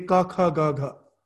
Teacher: The root of your tongue is touching the palate for the ka varga.